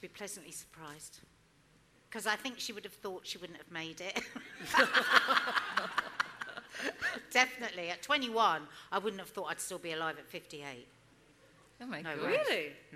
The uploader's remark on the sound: Live at the Edinburgh Fringe. This week at the first ever Live podcast recording.